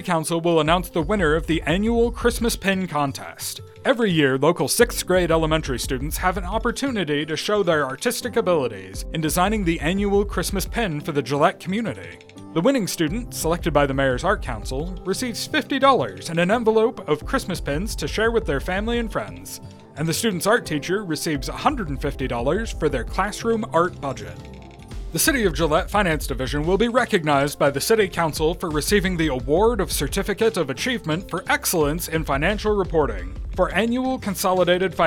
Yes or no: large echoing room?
no